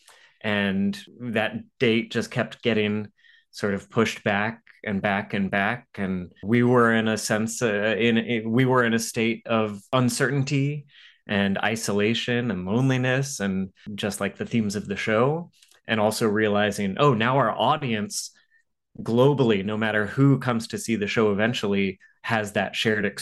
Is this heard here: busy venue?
no